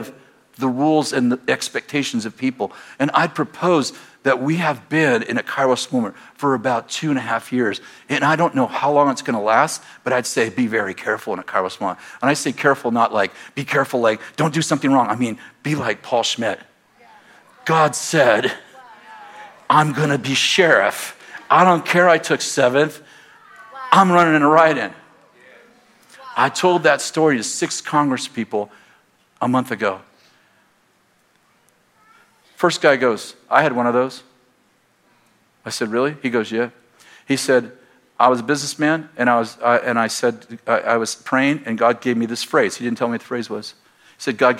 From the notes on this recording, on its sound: At Bethel Church in Redding, CA.